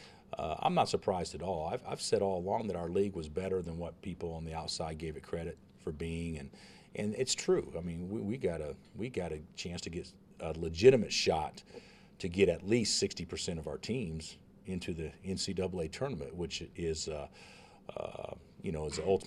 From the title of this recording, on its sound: Press Conferences & Post-Game Interviews